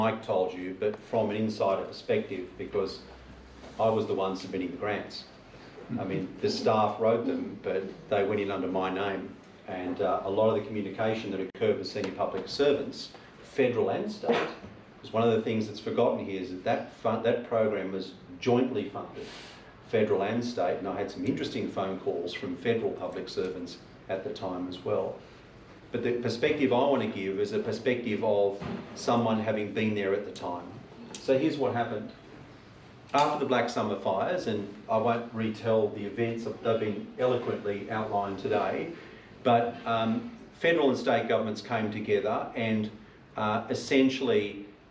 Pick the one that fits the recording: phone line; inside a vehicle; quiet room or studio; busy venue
busy venue